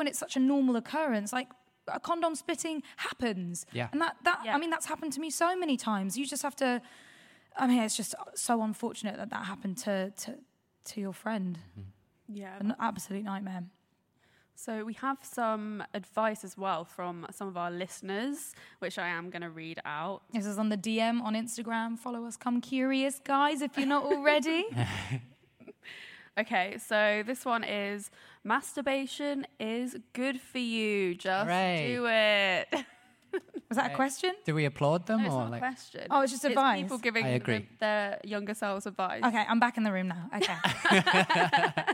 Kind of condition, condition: setting, live audience